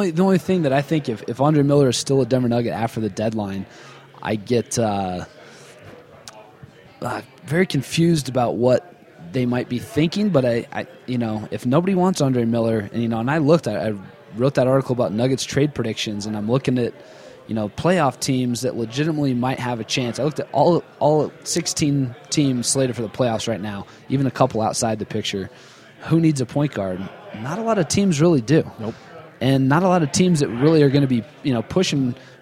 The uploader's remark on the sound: Live at Jake's Food & Spirits (3800 Walnut St.) to record this week's show.